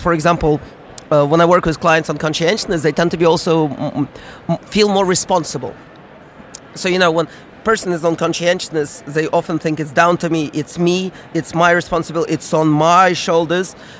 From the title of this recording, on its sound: Live from SIOP